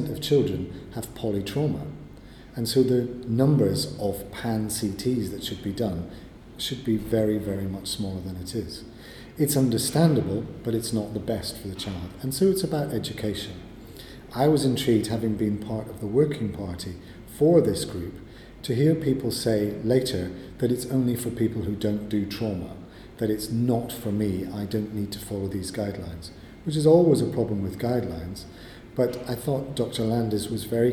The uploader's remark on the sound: at the London Trauma Conference